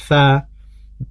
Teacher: Itu huruf sin, zai, sama sod. Sedangkan huruf tha itu adanya di ujung lidah yang bertemu dengan pangkal gigi seri atas, betul, ya, jadi di antara gigi atas dan gigi bawah, tha, beda dengan sa, ya.